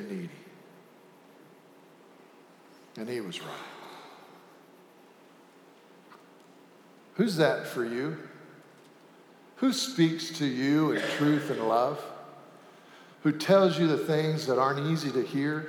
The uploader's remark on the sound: Sanctuary Service